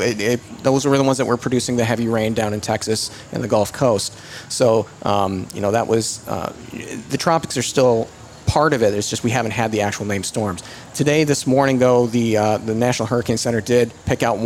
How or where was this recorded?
busy venue